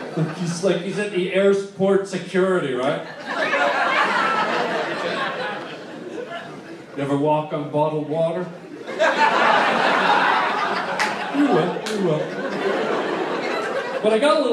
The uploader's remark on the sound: LIVE stand up at The COMEDY STORE